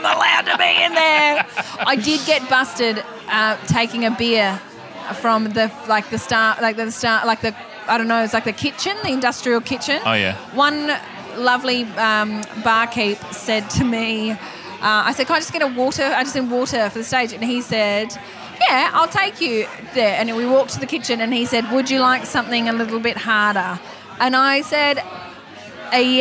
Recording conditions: busy venue